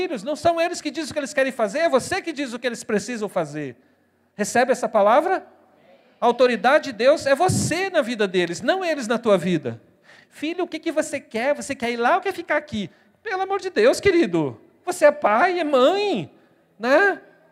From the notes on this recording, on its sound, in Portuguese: na Igreja ABA Curitiba (Transmitido ao vivo)